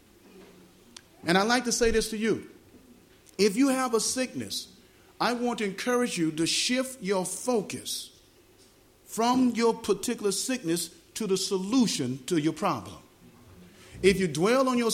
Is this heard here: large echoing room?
yes